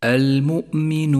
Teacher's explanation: جاء حرف المد وهو الواو، وجاء بعده حرف النون وهو حرف متحرك أصبح ساكنا بسبب الوقف عليه، ولذلك سمي هذا المد مدا عارضا للسكون. نمد حرف الواو · Term: المد العارض للسكون